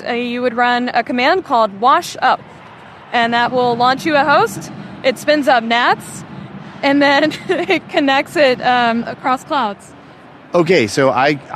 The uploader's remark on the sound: Live From KubeCon 2023